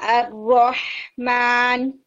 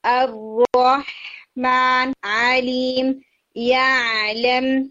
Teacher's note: حلقی letters ہیں، ح عین، یعنی وسط سے جا رہے